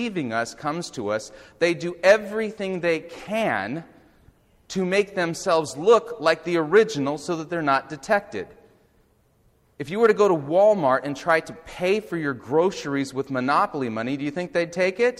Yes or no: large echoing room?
yes